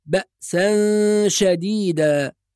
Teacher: أيضا من الأحكام في الآية الثانية كلمة بأسا شديدة، نحافظ على الهمزة الساكنة بدون قلقلة فلا نقول بأسا، ونحافظ على الغنة بين السين وبين كلمة شديدة · Term: إخفاء